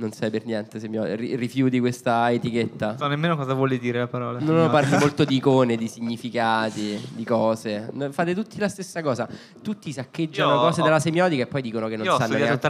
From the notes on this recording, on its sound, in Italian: puntate registrate live a Bologna lo scorso settembre